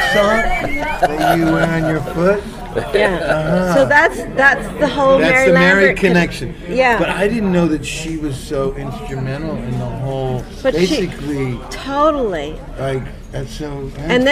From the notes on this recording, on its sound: Recorded over dinner in NYC.